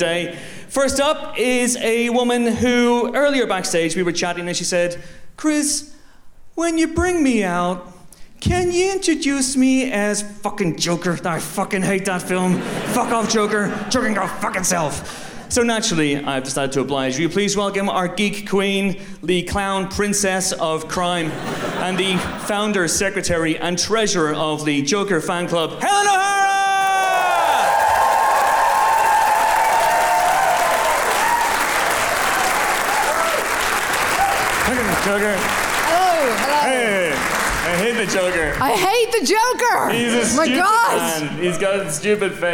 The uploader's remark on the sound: Live From Kings Place. At our spiritual home of Kings Place, London, in front of a sold-out audience. Take some audience questions.